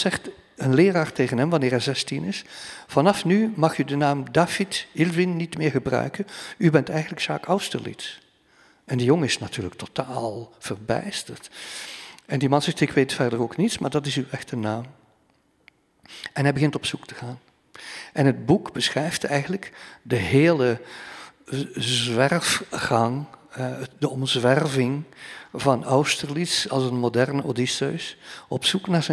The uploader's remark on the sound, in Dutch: Deze aflevering van 'drie boeken' werd live opgenomen in de Belvedère, de bovenste verdieping van de Boekentoren in Gent.